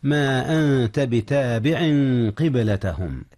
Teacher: أخفي النون قبل التاء، والتاء من حروف الإخفاء.